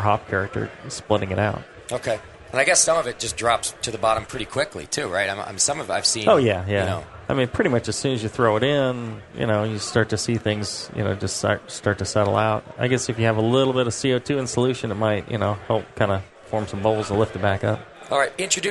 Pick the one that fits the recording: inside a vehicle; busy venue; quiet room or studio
busy venue